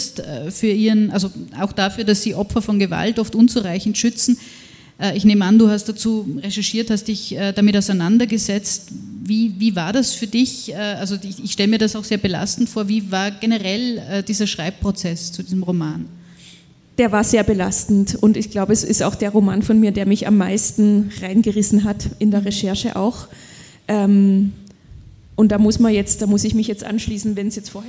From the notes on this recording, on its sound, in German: Bei der Literaturmeile Zieglergasse. Dass es sich um die Aufnahme eines Live Podcasts handelt, kann man daran erkennen. An den leisen Hintergrundgeräuschen in der Konditorei Frömmel.